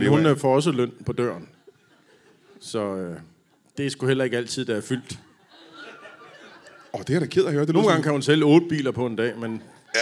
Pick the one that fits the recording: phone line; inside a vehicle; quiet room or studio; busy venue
busy venue